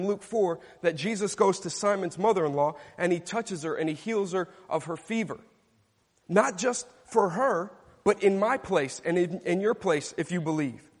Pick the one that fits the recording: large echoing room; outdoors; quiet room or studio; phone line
large echoing room